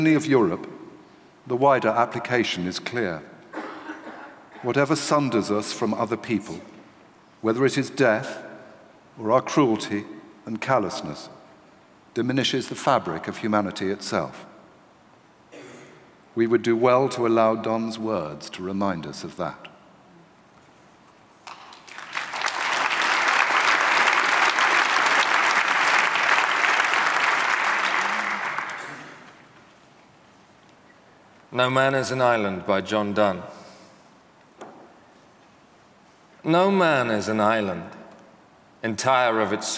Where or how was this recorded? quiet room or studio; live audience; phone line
live audience